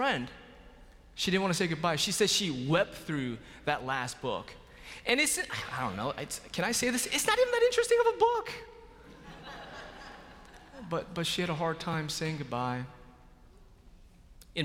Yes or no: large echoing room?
yes